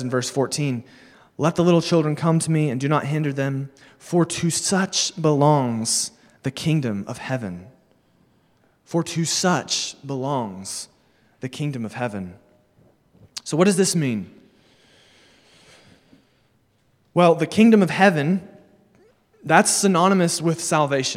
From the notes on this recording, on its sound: Sermon delivered at Immanuel Baptist Church in Springdale, AR on July 31, 2022